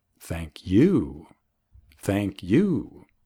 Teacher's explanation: Con el énfasis en you.